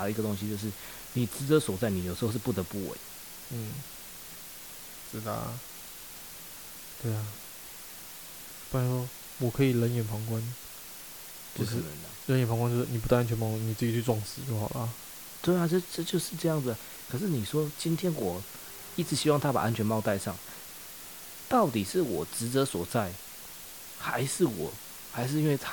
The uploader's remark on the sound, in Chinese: 酒吧喝酒聊天，聊開了，回家繼續聊，聊到凌晨三點索性錄了這一集。抱歉這集雜音有打大。